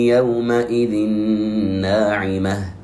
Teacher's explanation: أدغمنا النون الساكنة بالحرف المتحرك الذي يلي النون وهو النون، يومئذ ناعمة، نونين جعلناهما نونا واحدة وأعطيناهما غنة قدر حركتين · Term: إدغاما بغنة